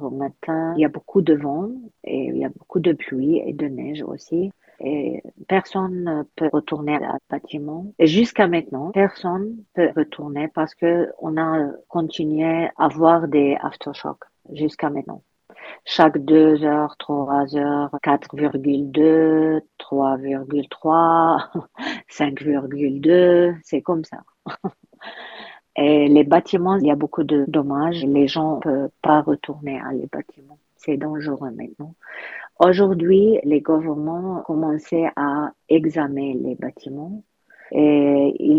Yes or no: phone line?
yes